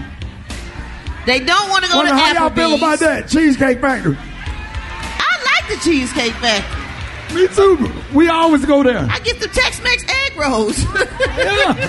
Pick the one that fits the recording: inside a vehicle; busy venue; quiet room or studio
busy venue